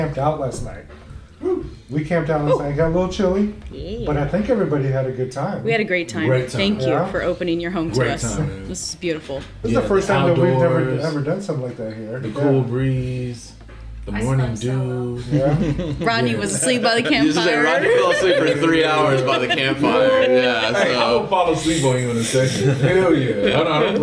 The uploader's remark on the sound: we recorded at Back Pew Brewing in Porter, TX for their 5 year anniversary